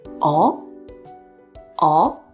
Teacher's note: Other than showing indifference, it could actually show interest.In this case, it is said with the second rising tone